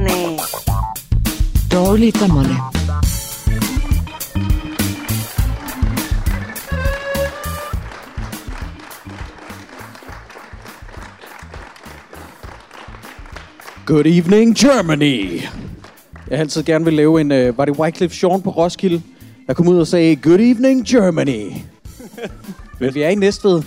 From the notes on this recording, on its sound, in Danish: Dette er et live-afsnit, optaget på Grønnegades Kaserne i Næstved